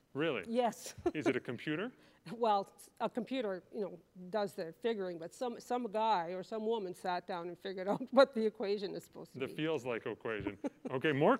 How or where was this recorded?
live audience